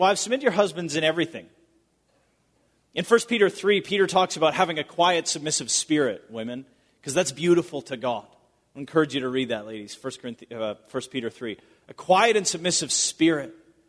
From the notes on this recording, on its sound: Recorded at Bethany Church in Bloomington, MN.